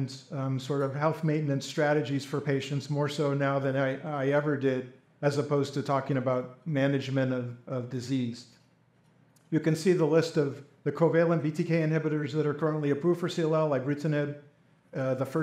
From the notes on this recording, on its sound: A symposium that was recorded at the Society of Hematologic Oncology’s 11th Annual Meeting. A panel of leading CLL experts use conversational, case-based dialogue.